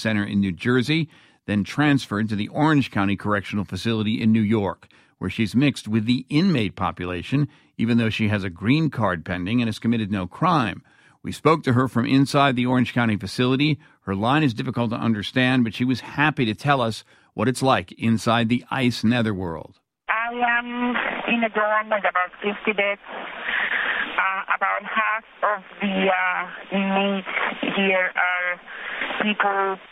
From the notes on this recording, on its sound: “I don't really know what is happening,” he says from a scratchy phone line inside the detention center. He says as an automated recording from the prison cuts between his words.